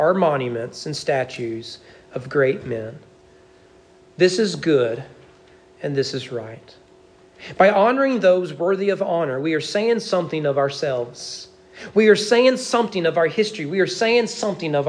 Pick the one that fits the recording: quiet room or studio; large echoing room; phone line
large echoing room